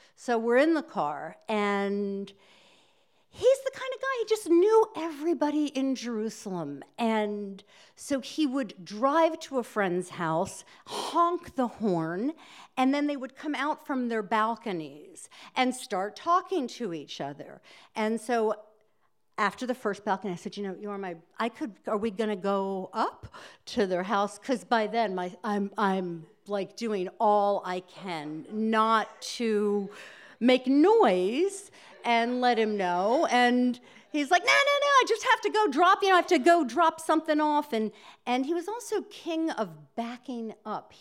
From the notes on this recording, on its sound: These stories were told and recorded in front of a live audience. At Wellfleet Preservation Hall in Cape Cod, Massachusetts.